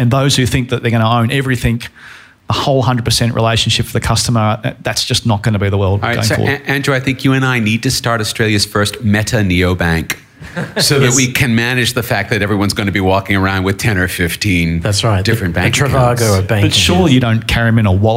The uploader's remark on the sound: Recorded live at Stone and Chalk Sydney. Thank you to all those that attended and our panelists.